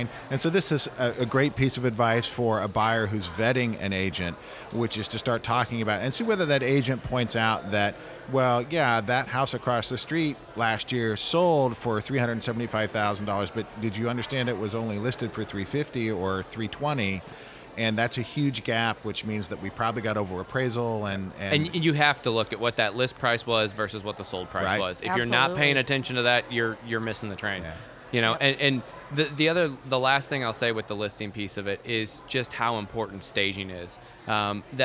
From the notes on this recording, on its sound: took the show on the road to the Missouri Realtors Spring Business Conference